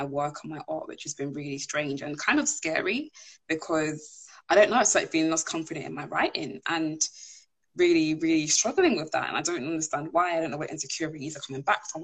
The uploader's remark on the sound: live Instagram interview